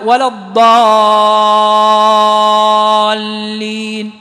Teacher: مقداره ست حركات أو ثلاث ألفات · Term: مد لازم كلمي مثقل